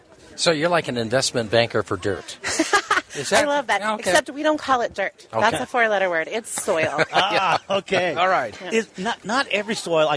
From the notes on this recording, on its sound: Voices of Montana LIVE from the MATE Show